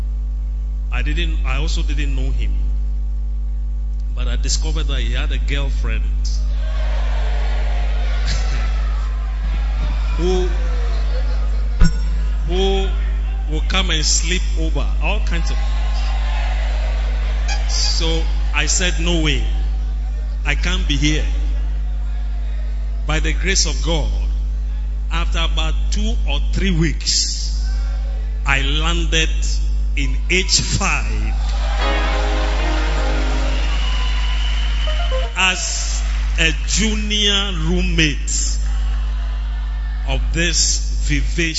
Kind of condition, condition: setting, large echoing room